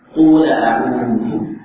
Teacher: Hamzahnya hilang, harokatnya pindah ke lam. · Term: nakal